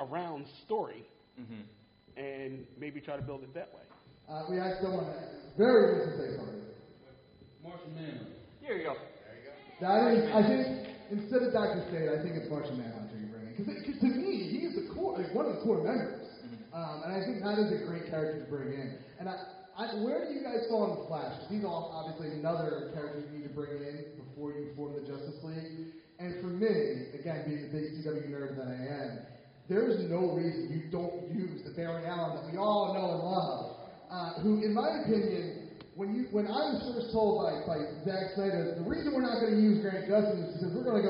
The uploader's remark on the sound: participate live at a weekend of panels at Wizard World Philadelphia